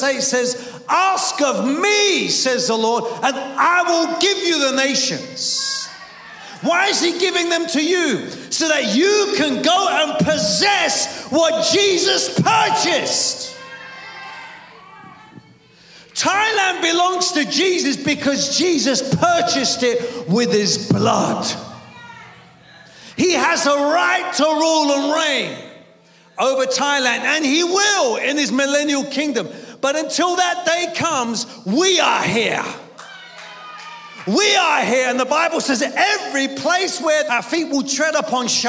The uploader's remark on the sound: preaching at a Church in Thailand